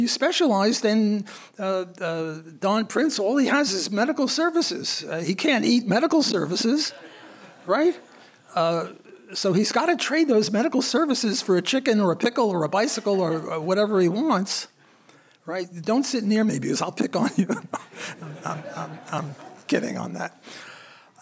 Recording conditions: live audience